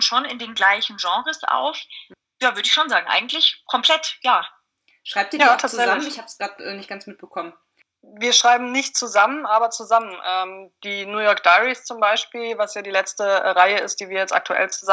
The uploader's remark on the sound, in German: Entschuldigt bitte, dass die Tonqualität leider nicht auf dem üblichen Niveau ist, da das Interview via Skype geführt und aufgenommen wurde.